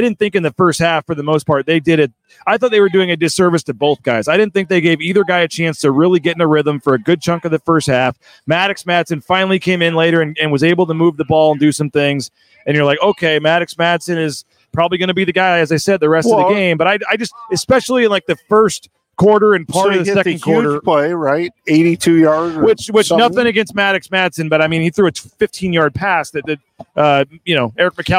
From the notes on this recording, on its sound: Live at The James with the Lithia Ford of Boise Postgame Show after Boise State's thrilling 35-27 comeback win at Albertsons Stadium.